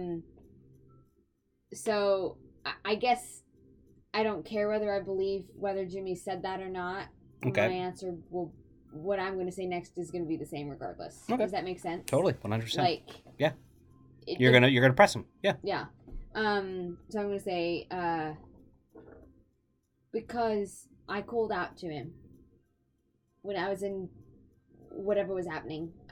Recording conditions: poor microphone